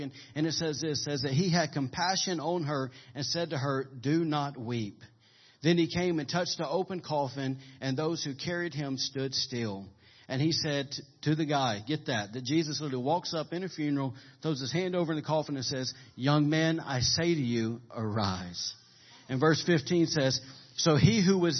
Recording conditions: large echoing room